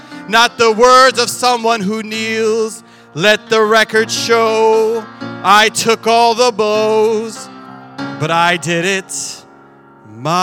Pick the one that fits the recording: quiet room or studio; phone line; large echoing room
large echoing room